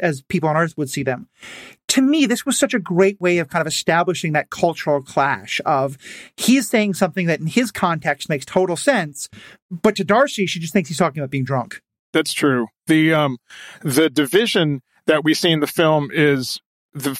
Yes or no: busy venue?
no